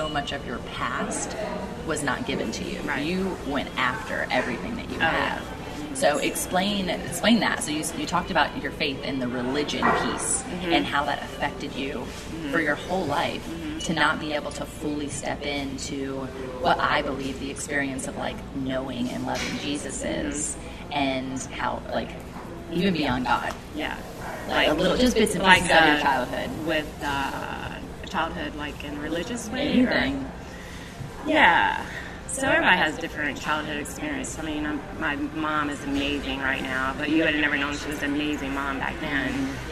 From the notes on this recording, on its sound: We’re a little echoey because we are in a hotel lobby at the largest conference either of us had ever been too